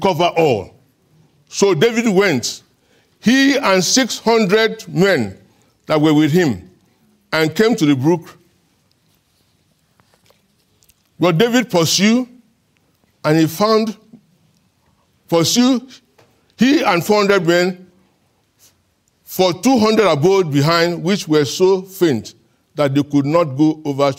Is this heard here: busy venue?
no